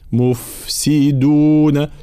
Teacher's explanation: لابد من بيان رخاوة الفاء الساكنة